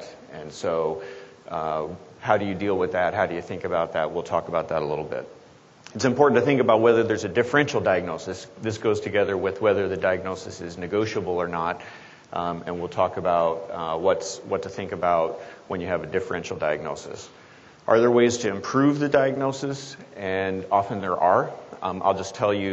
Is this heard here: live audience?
yes